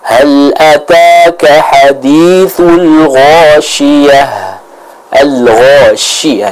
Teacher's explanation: ketika kita baca huruf shin, itu ada udara yang melebur, ada udara yang terkumpul dengan banyak atau dengan kuat.